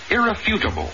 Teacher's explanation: Accent on the third syllable, not the second. I know.